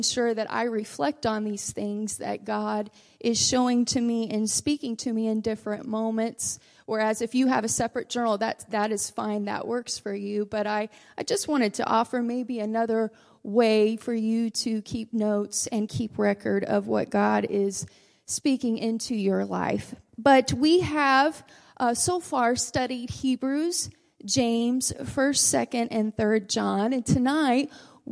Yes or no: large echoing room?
yes